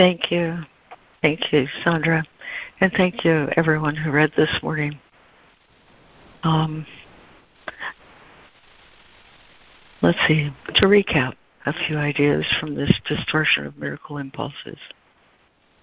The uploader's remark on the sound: ACIM Daily Conference Call